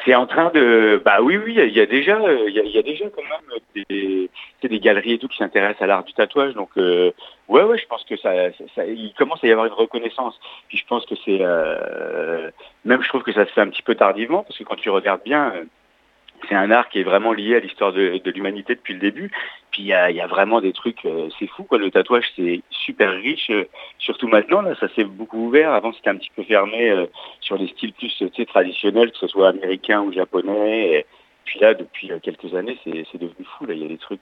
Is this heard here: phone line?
yes